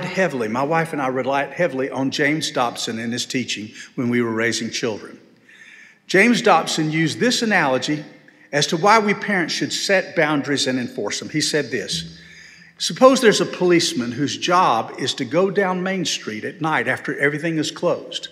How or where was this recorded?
large echoing room